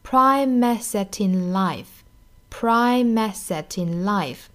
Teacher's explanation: Prime 和 asset 连读 Prime asset in life.那 asset 尾音的 t 和后面的 in 的 i 又连读成 asset in.